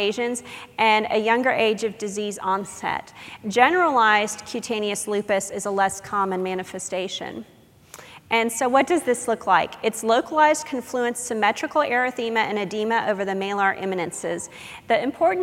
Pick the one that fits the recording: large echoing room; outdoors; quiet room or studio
large echoing room